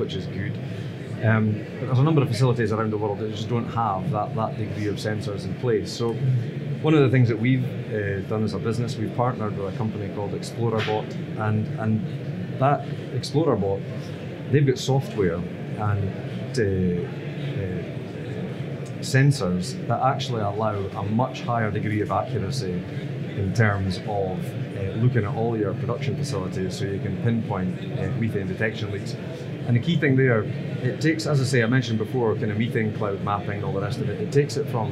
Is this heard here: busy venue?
yes